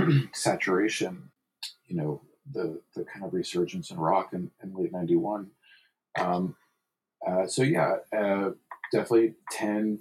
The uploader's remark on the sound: I did the best I could to salvage the audio. Sorry for the quality.